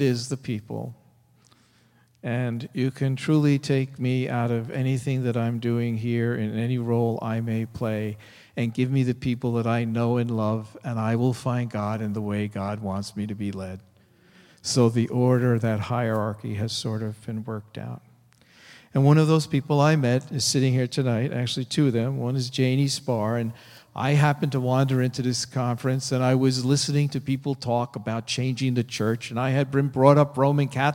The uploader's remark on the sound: Delivered at First Congregational Church of Oakland, CA on March 23, 2014